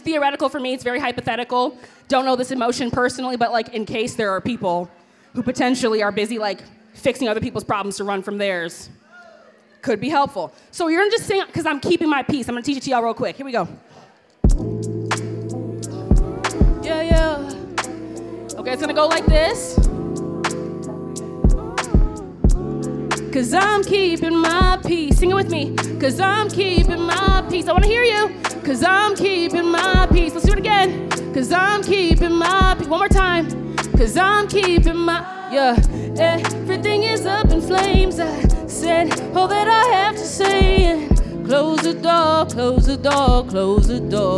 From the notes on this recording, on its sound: Mid West Music Fest 2023. Live from Mid West Music Fest. The Live Feed is produced by KQAL FM on the campus of Winona State University.